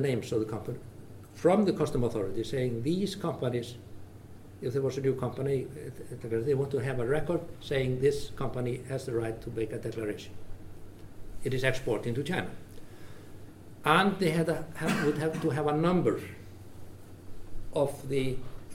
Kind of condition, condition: setting, large echoing room